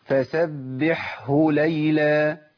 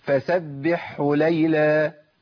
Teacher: الهاء ممكن تضيع مني خالص، تبدل بحاء وتضغم · Shown in: second take